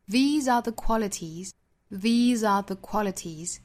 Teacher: 还要注意 R 和 the 两个词是虚词做弱读